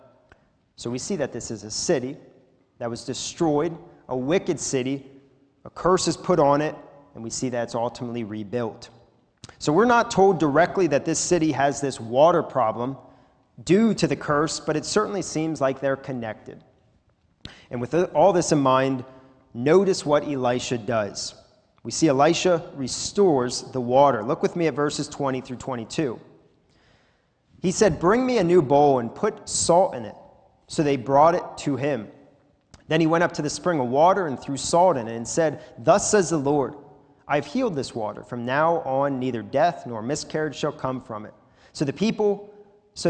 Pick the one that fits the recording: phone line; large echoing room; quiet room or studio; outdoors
large echoing room